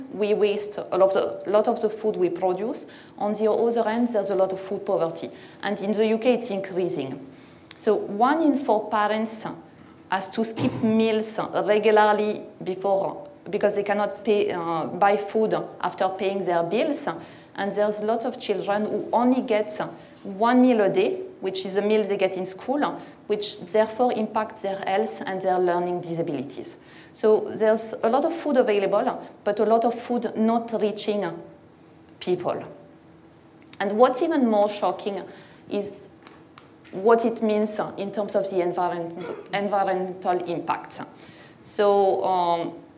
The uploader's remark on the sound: This talk was recorded at Vevolution Topics: Environment 2019.